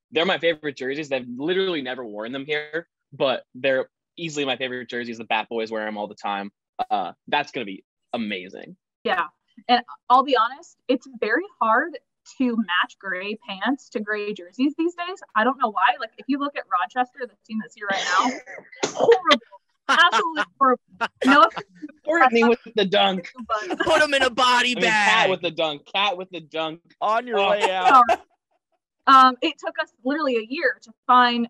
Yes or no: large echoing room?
no